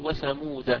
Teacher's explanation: تسقط ألف وثمود لفظا ووقفا ووصلا